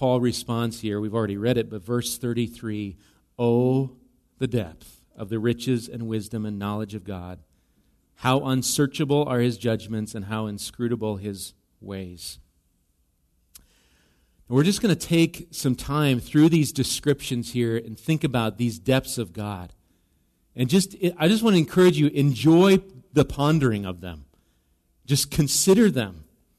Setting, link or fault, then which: setting, large echoing room